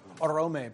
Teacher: Stress, I think, should be on the second syllable.